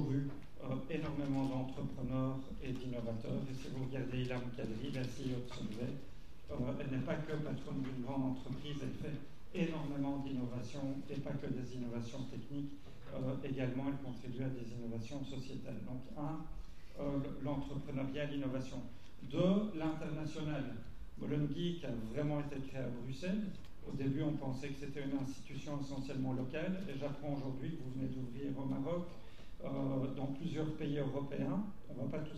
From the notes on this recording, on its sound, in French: Quatrième conférence de la saison 2022-2023 de V Union. À l'ULB.